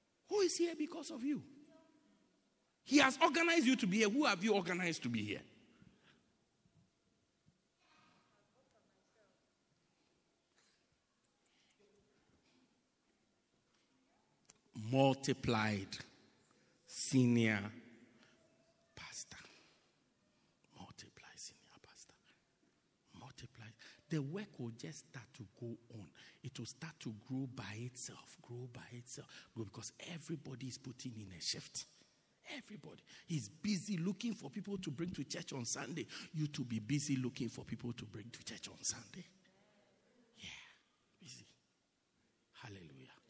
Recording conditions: large echoing room